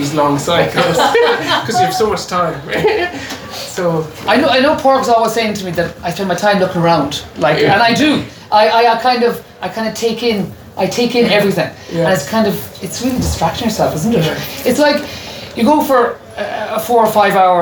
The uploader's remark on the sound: a conversation straight from the Christmas party of the Galway Bay Cycling Club